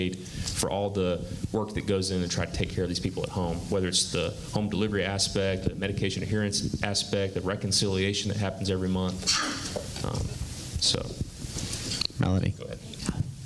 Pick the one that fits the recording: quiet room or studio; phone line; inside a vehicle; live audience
live audience